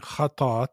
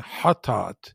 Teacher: It's an H pronounced at the back of your throat. · Shown in: second take · Term: heavy H